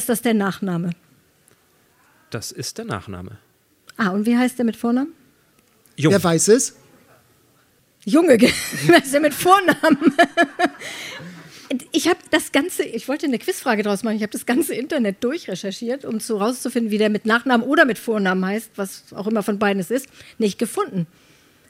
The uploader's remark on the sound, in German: Diesmal mit Live-Publikum auf Kampnagel in Hamburg. An einem lauen Sommerabend fand die erste öffentliche Podcast-Aufzeichnung statt.